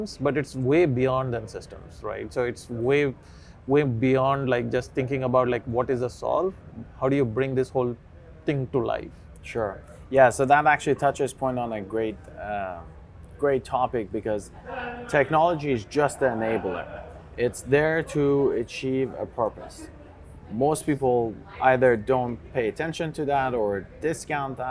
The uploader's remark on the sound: This podcast was recorded live at the FSTEC 2023 in Dallas.